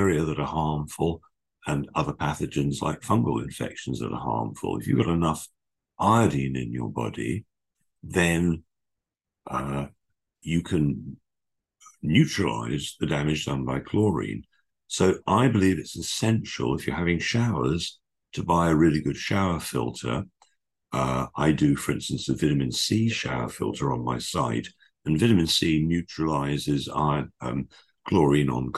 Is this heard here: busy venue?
no